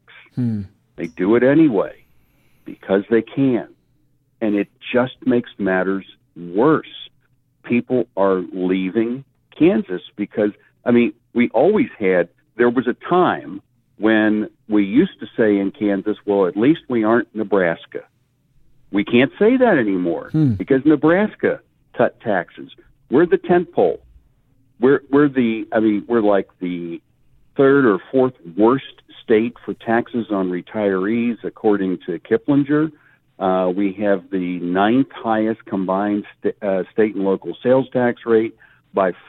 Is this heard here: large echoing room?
no